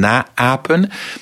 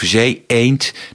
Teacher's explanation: Als wij bijvoorbeeld zeggen naapen, dan zit tussen die twee a's of zee, eend, dan zit daar een glottisslag tussen.